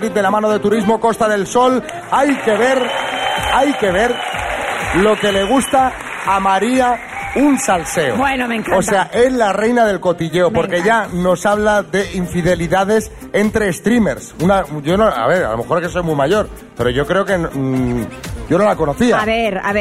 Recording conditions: live audience